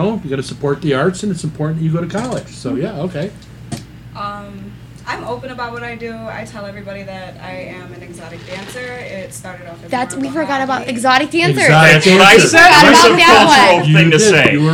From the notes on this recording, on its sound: Live From The Strip Club.